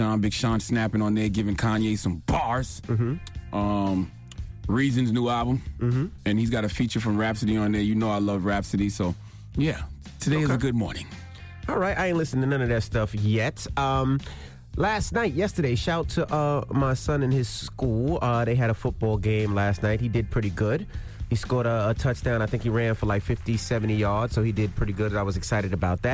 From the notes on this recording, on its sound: Well we opened up the phone lines to see what our listeners thought.